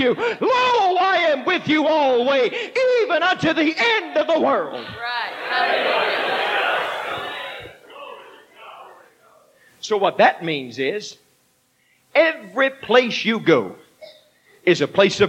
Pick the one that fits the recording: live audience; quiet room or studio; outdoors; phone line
live audience